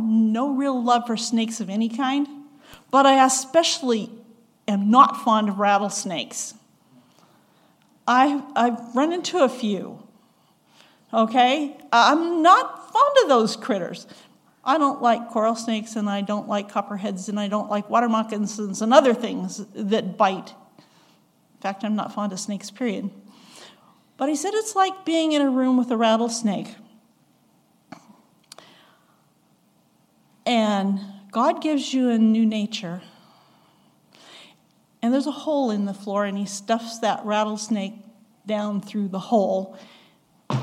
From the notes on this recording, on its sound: At the Ringgold Seventh-day Adventist Church.